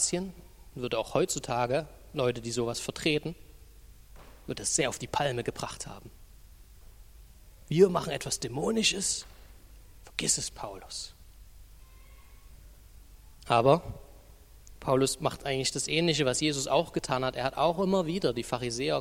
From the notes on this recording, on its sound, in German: Die Predigt ist aus dem Gottesdienst vom 25.